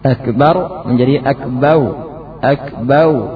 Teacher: Selanjutnya mengganti ra dengan waw. Akbar menjadi akbau.